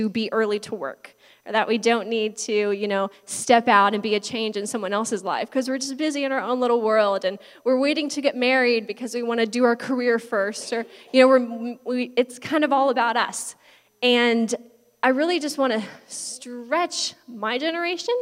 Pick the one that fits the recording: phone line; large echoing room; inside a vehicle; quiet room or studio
large echoing room